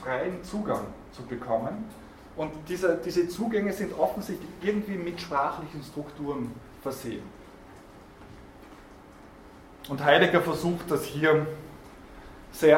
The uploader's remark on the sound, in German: Diese Vorlesung wurde von Studierenden aufgenommen